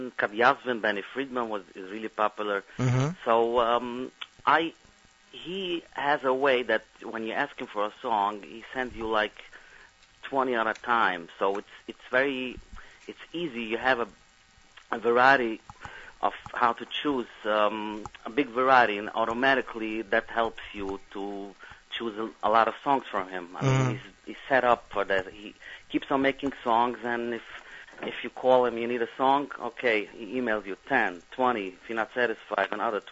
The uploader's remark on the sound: On this week's Z Report LIVE we have a truly AMAZING show. Will phone in to talk to us.